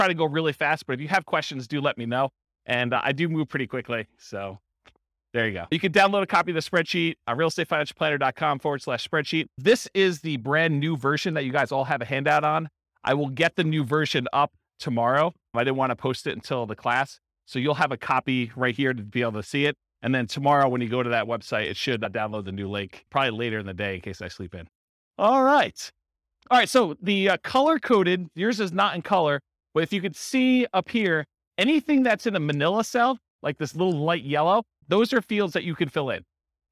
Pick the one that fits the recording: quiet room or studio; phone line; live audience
live audience